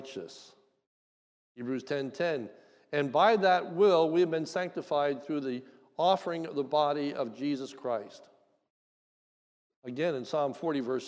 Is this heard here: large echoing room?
yes